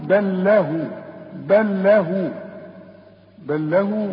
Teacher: اللام دي ساكنة، بنشبكها مع اللام التانية بتدغم، بتبقى لام واحدة